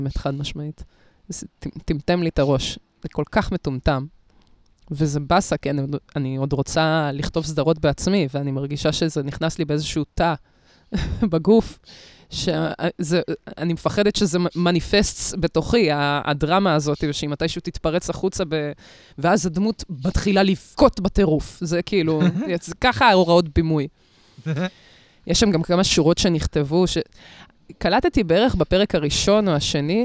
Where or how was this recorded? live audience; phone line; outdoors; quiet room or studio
outdoors